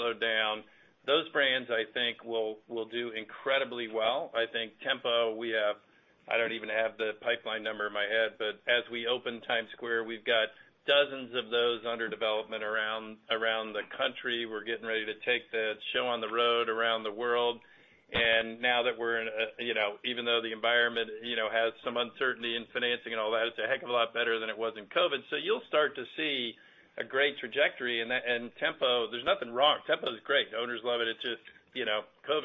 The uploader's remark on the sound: Q2 2023 Earnings Call